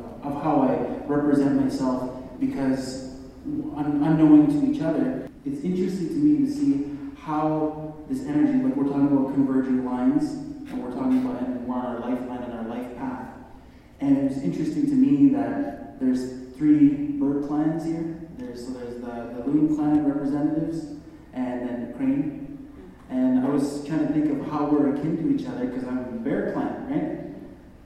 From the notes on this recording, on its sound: a recording from the Converging Lines opening gala at the Thunder Bay Art Gallery